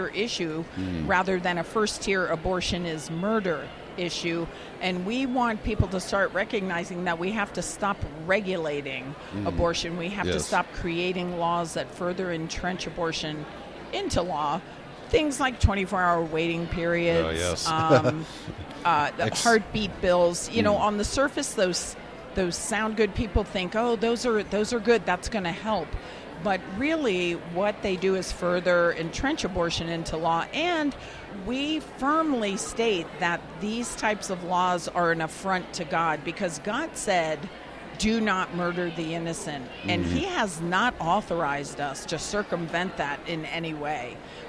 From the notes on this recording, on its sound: At the Rocky Mountain Homeschool Conference. On the last day of the conference I brought my portable podcasting gear and enjoyed a great montage of interviews!